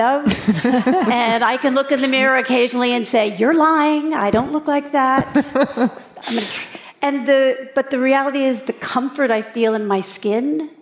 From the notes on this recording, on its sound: a chat at In goop Health in New York City